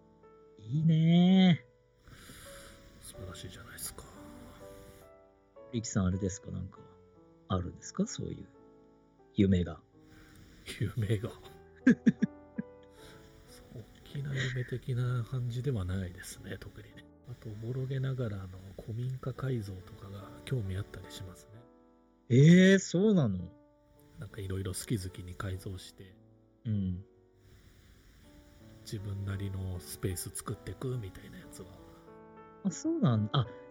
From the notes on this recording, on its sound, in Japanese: リモートラジオ録音に失敗して聞きづらくてすみません。